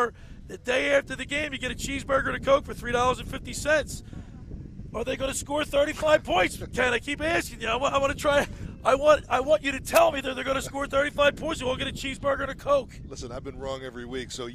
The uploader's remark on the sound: Live on the Boardwalk in Ocean City, NJ at All Campus. Every Sunday we broadcast Live on the Boardwalk in OCNJ at All Campus.